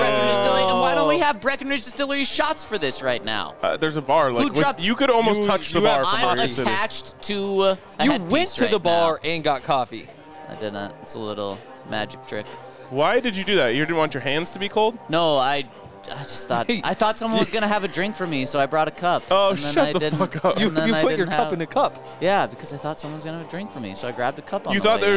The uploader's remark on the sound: coming to you LIVE from Circa Resort & Casino in Las Vegas